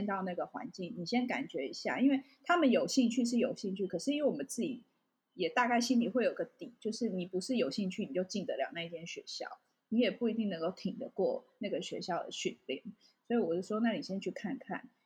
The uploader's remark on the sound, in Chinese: 本集節目透過Zencastr錄製平台來錄製，聲音品質會與過往錄製有些落差，請見諒。